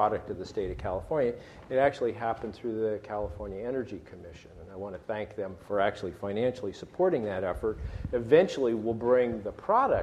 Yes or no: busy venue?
yes